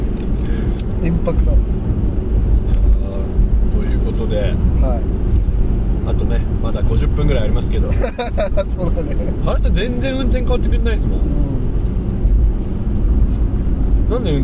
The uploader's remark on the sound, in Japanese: ３周年記念北見オフラインに向かうドライブ収録！